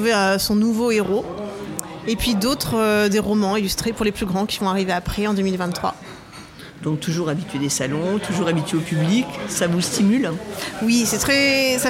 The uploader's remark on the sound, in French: Assis à une table du bar le Clémenceau de Jard sur mer. Qui participent à Escale Littéraire, le festival proposé par la communauté de commune Vendée Grand littoral.